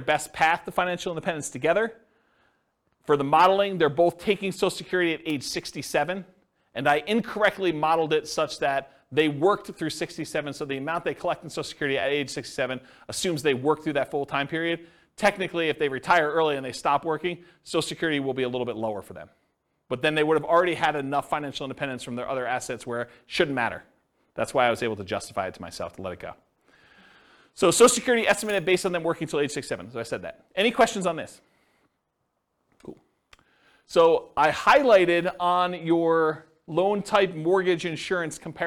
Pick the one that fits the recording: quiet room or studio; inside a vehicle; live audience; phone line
live audience